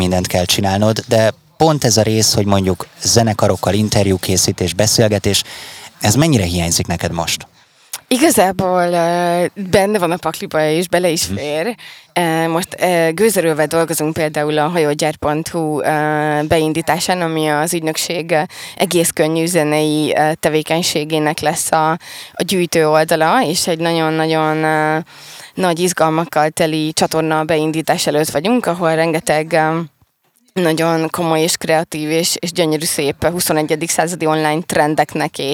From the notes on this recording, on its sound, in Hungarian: Beat Live. Művészetek Völgye interjúk.